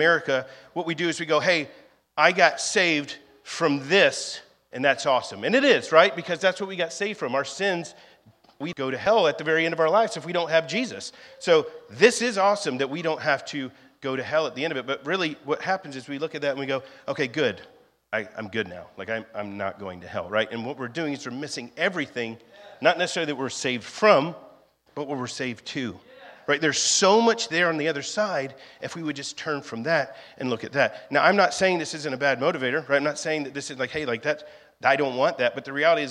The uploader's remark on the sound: was recorded on Sunday, May 28th, 2023, during our 11AM service at The Anchor Church in Rockport, Maine.